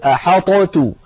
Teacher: ولو أظهرنا الطاء لابد من قلقلتها فنقول أحاطت، لو نطقتموها تجدونها ثقيلة، أحاطت، لأن اللسان يذهب إلى المكان نفسه مرتين.